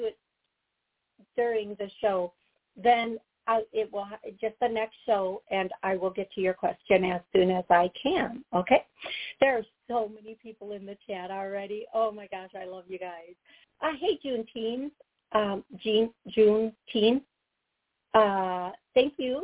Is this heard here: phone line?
yes